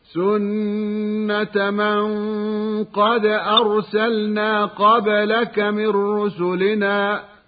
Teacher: لعلنا لاحظنا أن القلقلة ظهرت في حرف الباء من كلمة قبلك